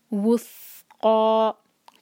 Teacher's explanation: بل عور و تل وس قو، تے کو لام سے جوڑیں گے، بل عور و تل وس قو، اور سا کو سین نہیں پڑھنا. سا کے لیے ہماری جو زبان ہے اوپر والے دانت پر ٹچ ہو اور ذرا سی ٹپ باہر ہو